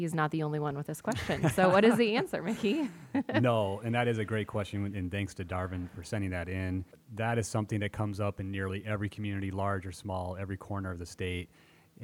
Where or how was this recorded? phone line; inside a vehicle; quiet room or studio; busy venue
busy venue